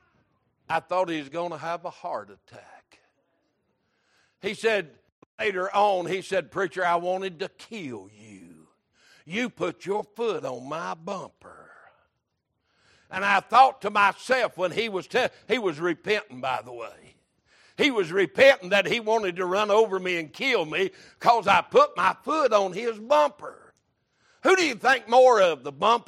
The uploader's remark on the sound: Sunday Morning Service